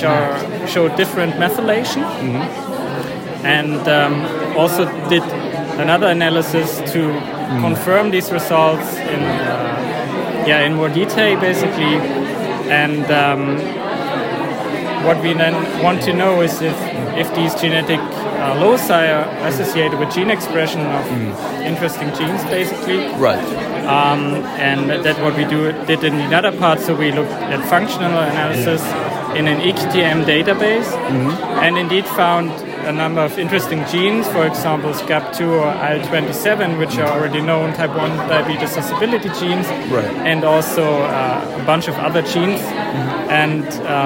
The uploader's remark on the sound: “Heard on the Street” recorded during IDS Paris 2023